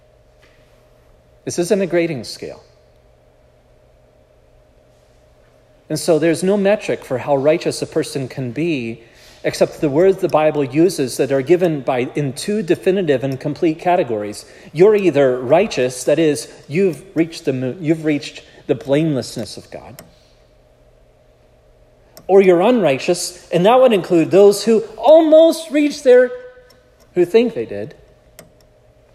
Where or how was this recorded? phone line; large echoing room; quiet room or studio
large echoing room